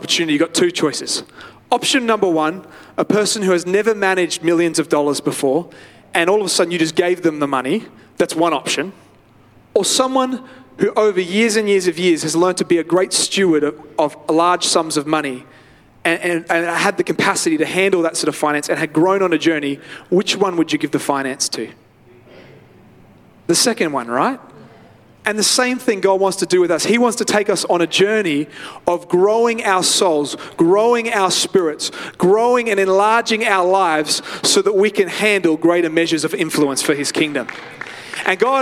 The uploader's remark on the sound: live at Freshwater Church